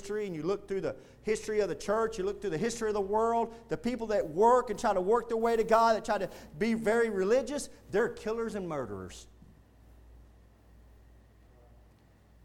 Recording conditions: large echoing room